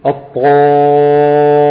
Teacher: الطاء حرف مفخم، الألف بتتبعها في التفخيم. بعض العلماء أفرد للألف المفخمة مخرج فرعي خاص بيها. · Term: الألف المفخمة